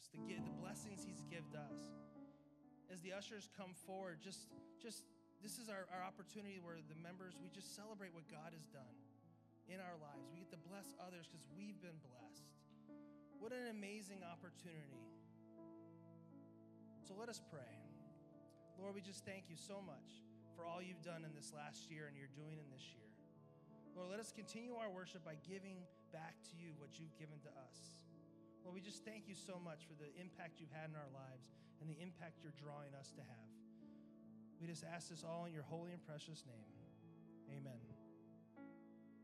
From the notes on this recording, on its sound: La Jolla Community Church held two services on Sunday. The following is a recording from the 10:45 am service.